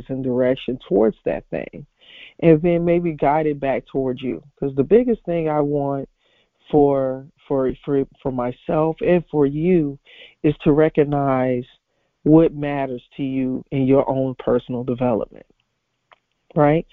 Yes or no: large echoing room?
no